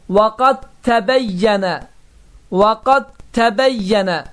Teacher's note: dəl hərfi yazıda olsa belə, yazılışda olsa belə, tələffüzdə isə itəcək, ikinci hərf olan tə hərfi isə qoşalaşacaqdır · Term: idğam